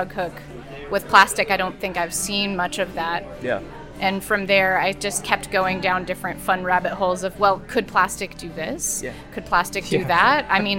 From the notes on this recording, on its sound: This week we recorded a special episode at the HeART of WV launch party in Williamson, WV.